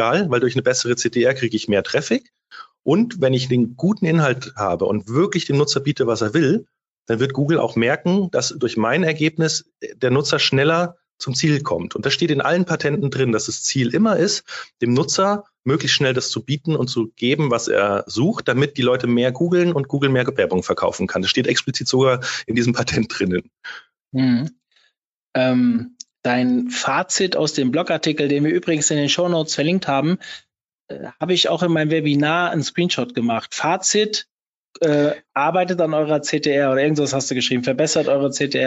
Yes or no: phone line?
no